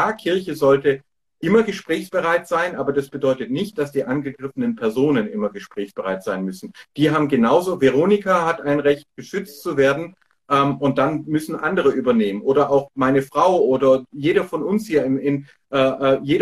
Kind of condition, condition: link, video call